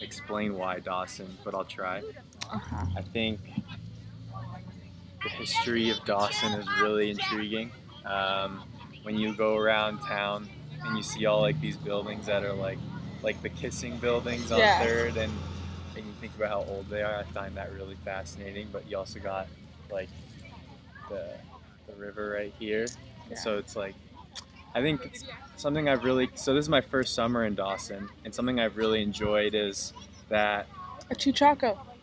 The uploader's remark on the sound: Recorded during the Riverside Arts Festival hosted by KIAC